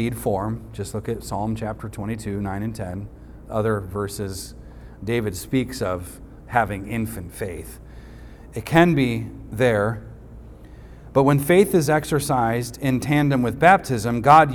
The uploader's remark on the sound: recorded on Sunday, July 16th, 2023, at the weekly worship gathering of Cross & Crown Church.